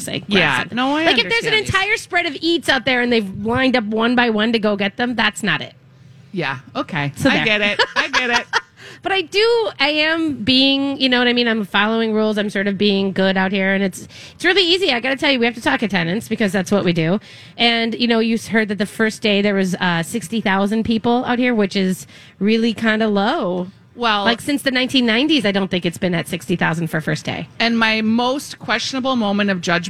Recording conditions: busy venue